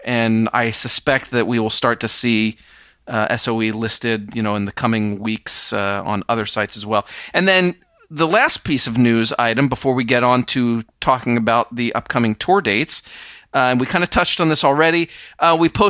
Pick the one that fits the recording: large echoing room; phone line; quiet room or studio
quiet room or studio